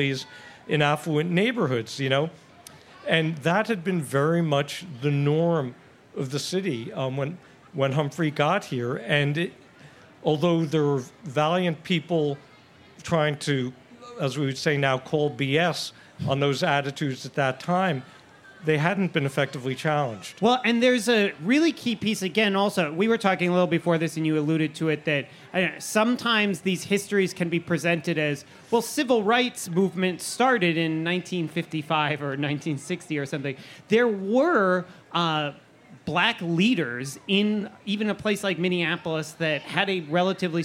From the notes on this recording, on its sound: Forum at the Fair. A special Westminster Town Hall Forum recorded at the Minnesota State Fair. The program was recorded in front of a live audience at the Minnesota State Fair.